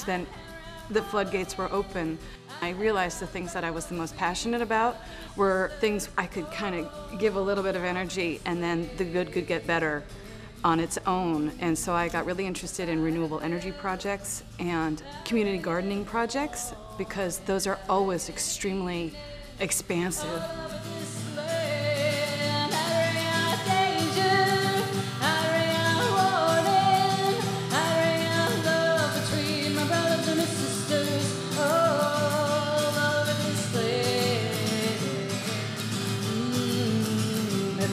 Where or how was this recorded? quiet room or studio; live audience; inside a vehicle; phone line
live audience